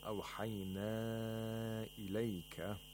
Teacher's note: In Warsh, you have to lengthen it to 6 vowel counts. You don't have a choice like in Hafs to lengthen it to 2, 4, or 5 vowel counts. · Term: Matul Munfasil